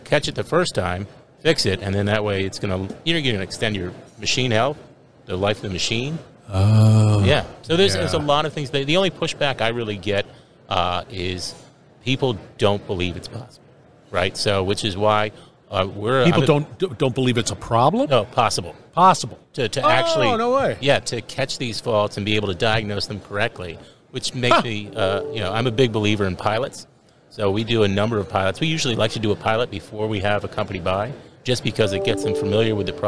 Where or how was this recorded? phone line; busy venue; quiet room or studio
busy venue